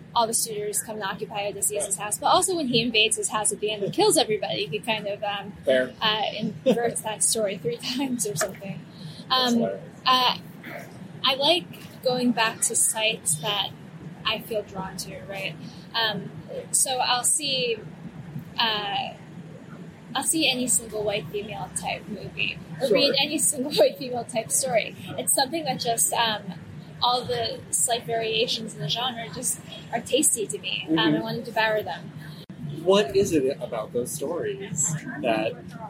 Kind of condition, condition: setting, busy venue